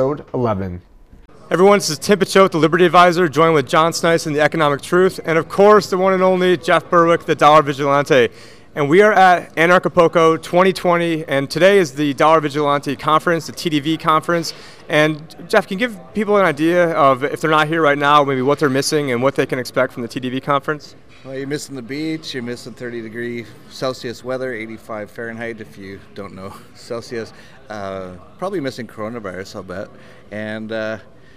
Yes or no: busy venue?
yes